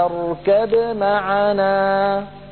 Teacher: أظهر الباء عند الميم من قوله تعالى اركب معنا في سورة هود